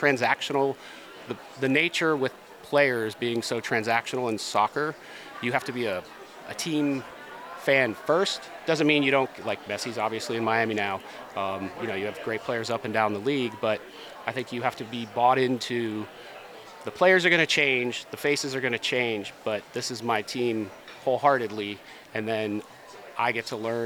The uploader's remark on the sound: Recorded live at Advertising Week New York 2023